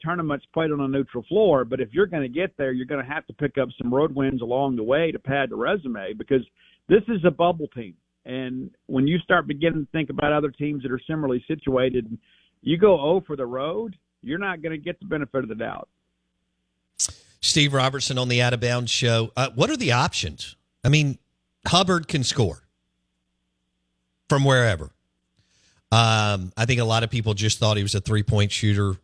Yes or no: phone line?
yes